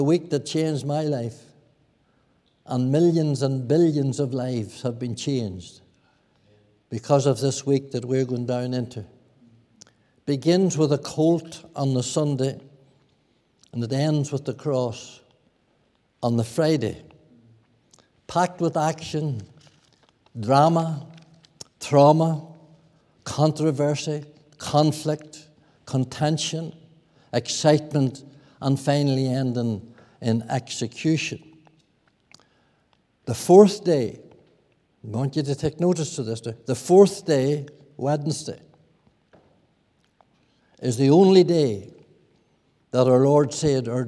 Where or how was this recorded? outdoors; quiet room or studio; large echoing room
large echoing room